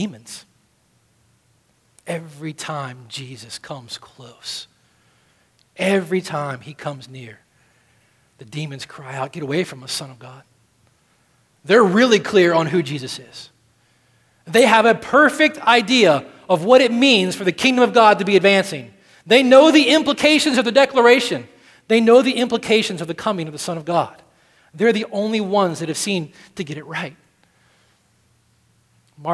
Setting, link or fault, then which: setting, large echoing room